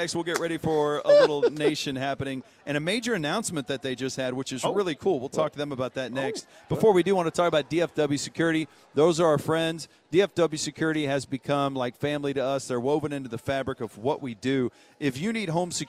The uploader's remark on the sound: live from training camp at The Star in Frisco